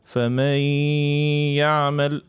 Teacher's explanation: نعمل الغنة متاعنا تقعد وقت، يعبروا عليه بمقدار حركتين · Term: إدغام بغنة